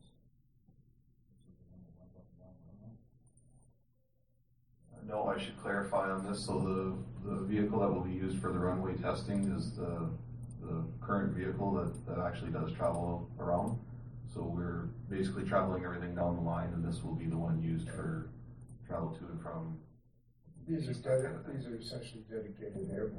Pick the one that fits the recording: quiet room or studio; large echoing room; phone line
large echoing room